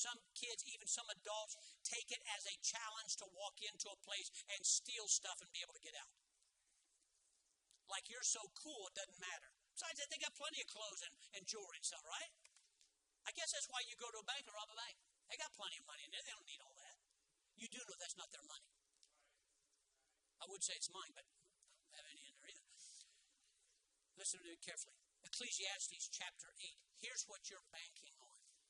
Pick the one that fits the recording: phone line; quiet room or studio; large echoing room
large echoing room